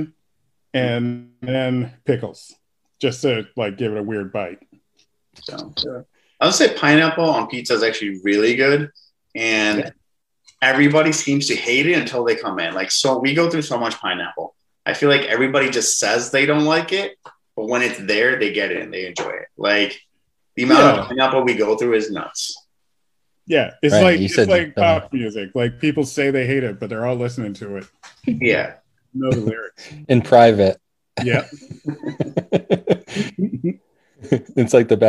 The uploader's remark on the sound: Recorded Live on Zoom